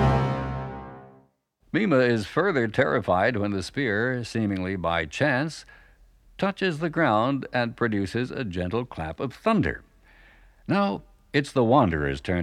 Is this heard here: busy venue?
no